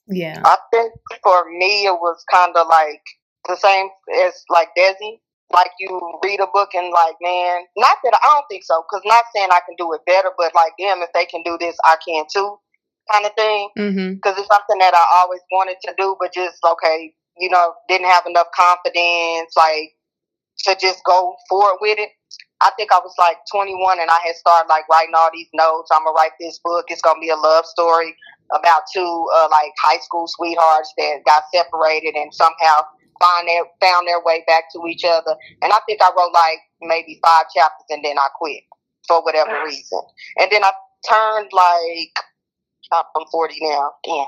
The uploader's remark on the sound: On the phone interviewing authors